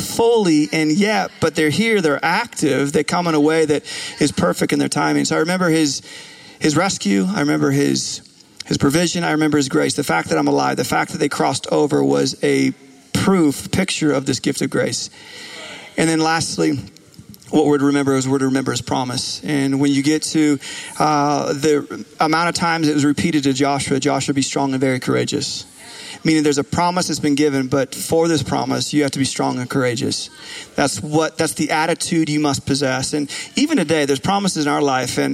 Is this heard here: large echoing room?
yes